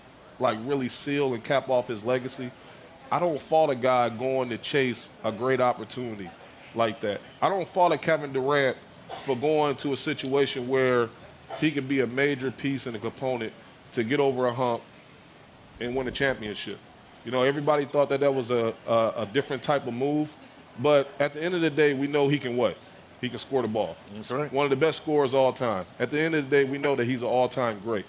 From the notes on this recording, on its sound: Our Playing with Science TuneIn party at the SXSW festival